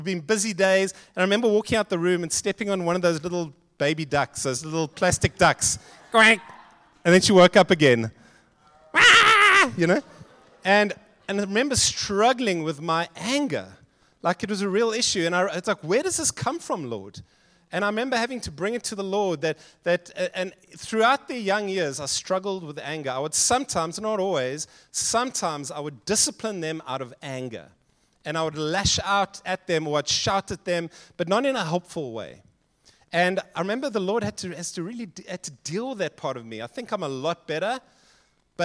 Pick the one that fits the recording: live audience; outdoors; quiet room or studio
live audience